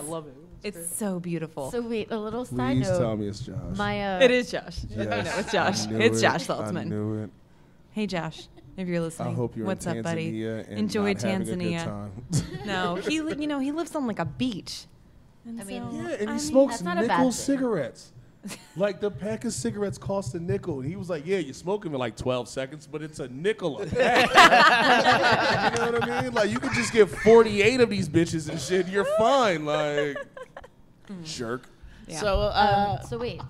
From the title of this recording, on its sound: Live From The Blaguard, WASHINGTON, DC